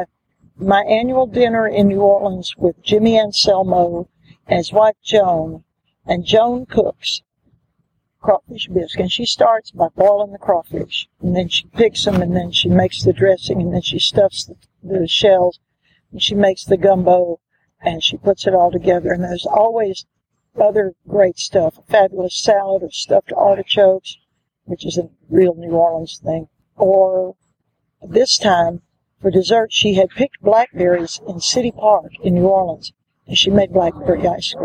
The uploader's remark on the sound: So, we have a short interview from the archives. Was taped out doors. It was recorded at this funky coffee shop in the very funky Little Five Points neighborhood of Atlanta.